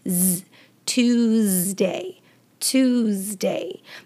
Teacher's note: the S in Tuesday is actually pronounced with a Z sound, Z, Tuesday, Tuesday.